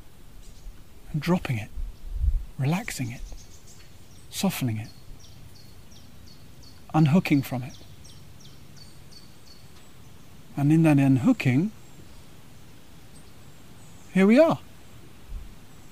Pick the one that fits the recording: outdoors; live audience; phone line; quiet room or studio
outdoors